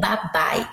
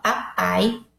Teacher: Porque um é surdo, outro é sonoro. Um vibra as pregas vocais e outro não, mas o ponto articulatório é o mesmo.